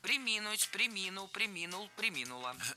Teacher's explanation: Ударение в этом глаголе падает на второй слог. Причем всегда, во всех формах.